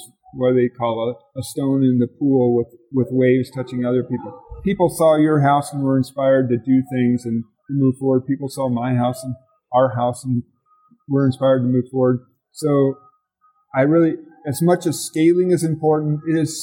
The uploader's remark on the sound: special bonus episode recorded at the Passive House Network Conference